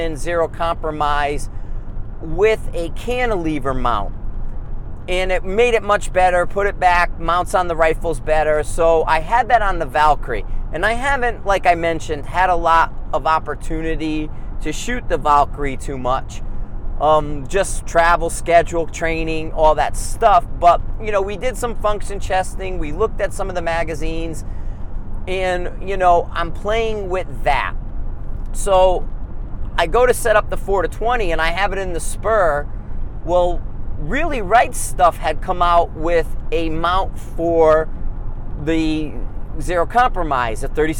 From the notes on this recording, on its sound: Car Trip Context Discussion. In the car on the way home from the range so I decided to drop a podcast.